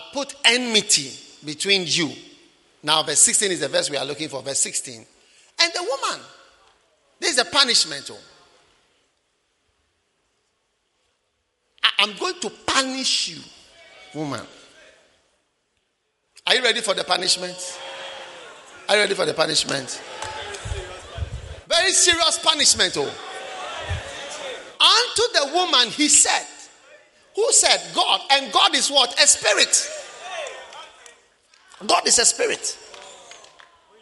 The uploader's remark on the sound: Preached at the Prophetic Encounter Service.